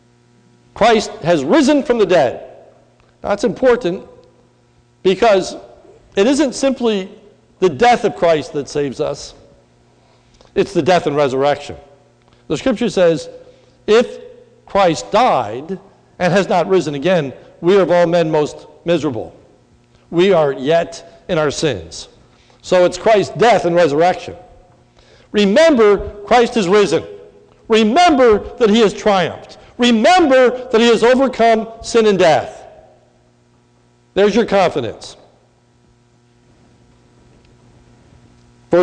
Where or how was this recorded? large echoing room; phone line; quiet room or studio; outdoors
large echoing room